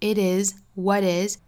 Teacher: it is what is 都是要连出这个小弹舌音的